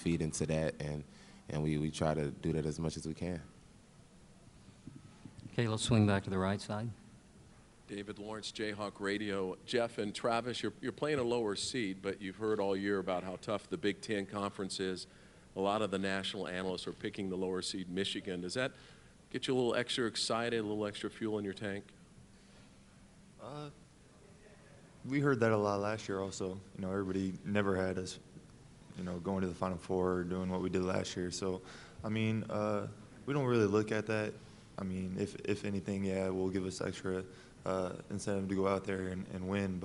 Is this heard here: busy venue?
yes